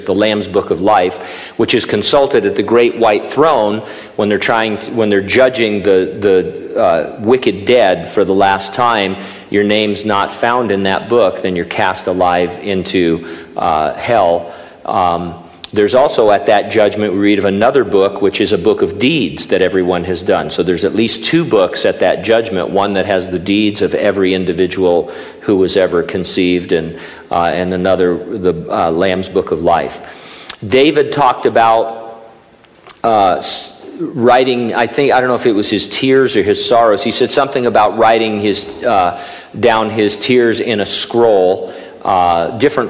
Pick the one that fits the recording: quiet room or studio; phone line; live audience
live audience